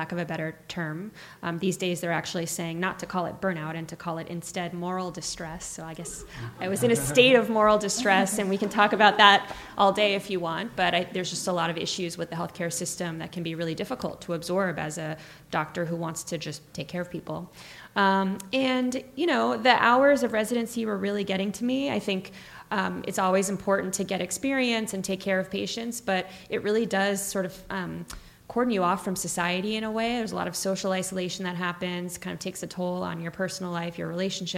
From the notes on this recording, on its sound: recorded live on May 16, 2019, at the Betabrand Podcast Theater in the Mission District.